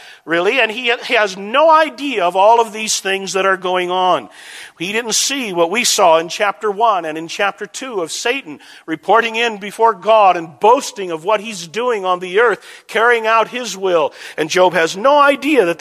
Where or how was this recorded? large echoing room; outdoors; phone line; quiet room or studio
large echoing room